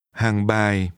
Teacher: The street's name is pronounced with two low falling tones.